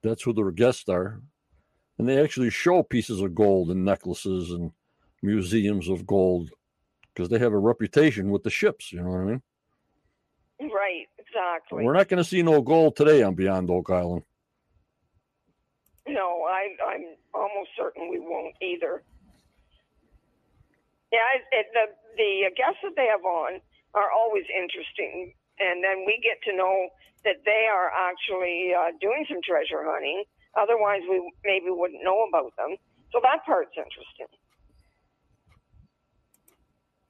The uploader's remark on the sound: on the phone with me